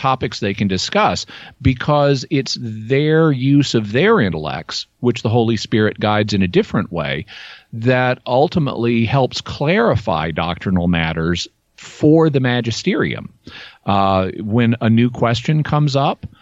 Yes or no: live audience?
no